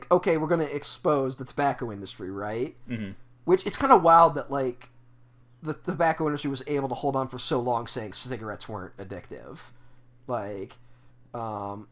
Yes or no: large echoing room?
no